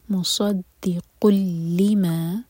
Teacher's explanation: مصدق صاد ہے یہاں پر سین کی آواز نہ آئے منہ بھر کر پڑھیں گے مصدق لما قل ادغام بغیر غنہ کے اور لما دو سلیبل